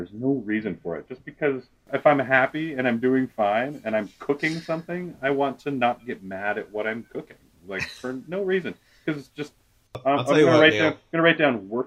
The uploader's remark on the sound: everyone* still manages to fuck up the audio